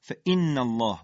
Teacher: همزه باید محکم و بدون نرمی ادا بشه فإن الله با حالت نبره اگه بگی فإن الله اینجا نبر